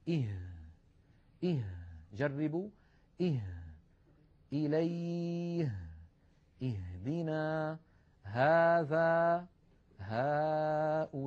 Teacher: تخرج هذه الهاء من أقصى الحلق وليس من الصدر وليس من القصبة الهوائية · Term: حرف الهاء